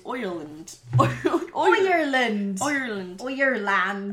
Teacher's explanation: We're going back to the I pronounces oi. So, Ireland is Oyerland.